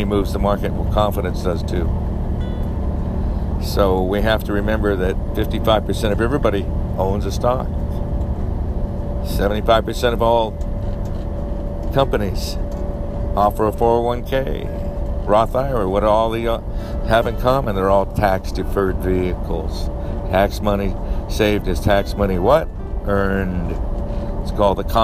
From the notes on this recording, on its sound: Live from the Grand Canyon